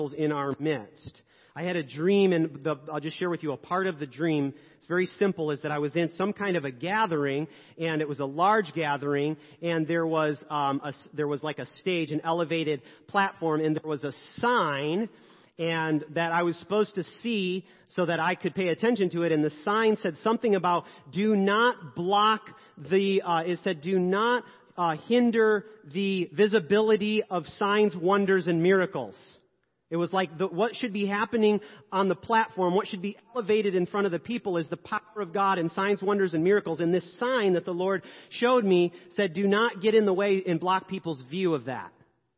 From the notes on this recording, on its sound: 10am service. Sermons preached at Church of the Good Shepherd, Maitland, Florida.